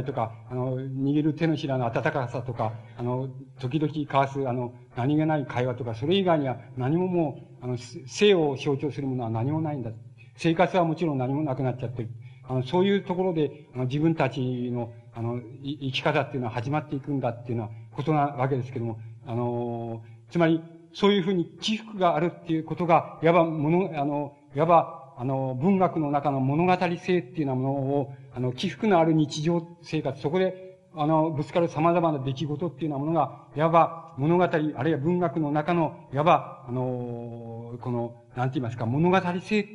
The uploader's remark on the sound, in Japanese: 場所：高知市立中央公民館。高知県教育委員会などの主催による 「夏季大学」での講演。音源はたいへんクリア。